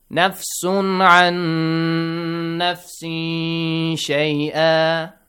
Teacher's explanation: Sheen, it's a bit different. Hide the sound of the noon and make sure you are producing a sound which tells the listener that the next letter is sheen. · Term: ikhfa